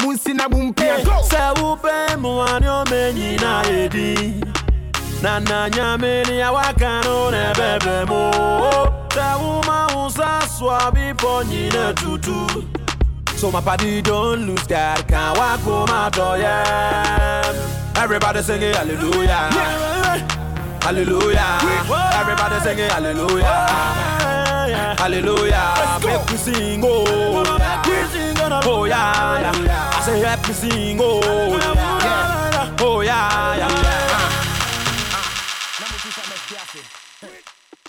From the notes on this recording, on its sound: Originally broadcast live on June 28, 2018 from the storefront of Kinfolk 90 in Williamsburg, Brooklyn, New York City.